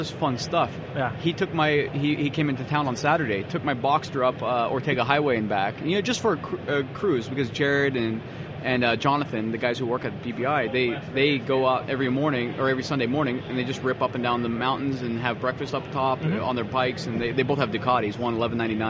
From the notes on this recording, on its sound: BBI Autosport live from SEMA 2015.